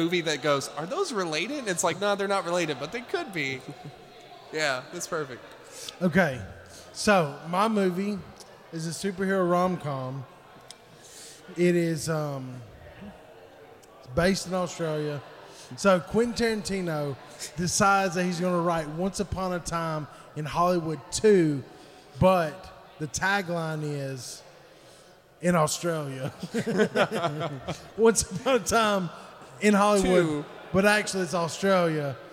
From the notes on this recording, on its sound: Live at Haywood Comic Con 2023. With the help of our live audience.